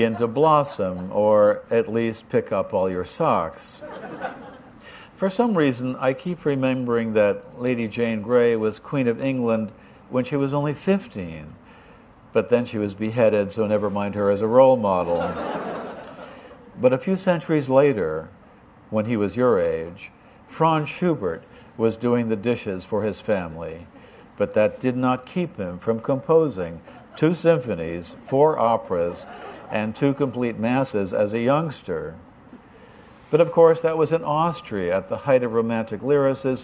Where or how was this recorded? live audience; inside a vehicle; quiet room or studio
live audience